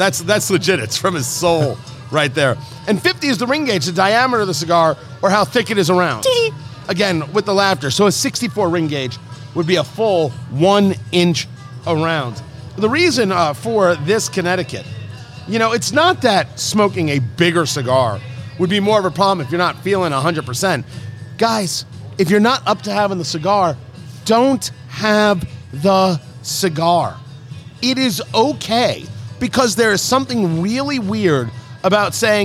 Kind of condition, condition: setting, busy venue